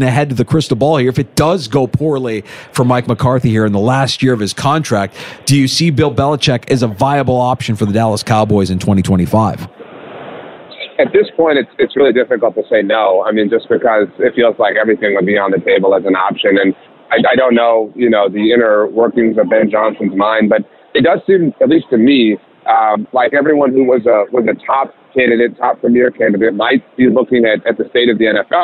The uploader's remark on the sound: in The Sports Bar, live from Las Vegas